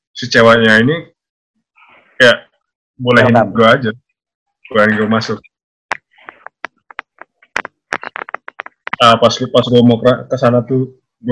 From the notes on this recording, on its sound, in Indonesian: Di episode ini kita ngerekam via zoom, jadi sorry ye kalo hasil audionya kurang bagus. Episode ini juga uncut.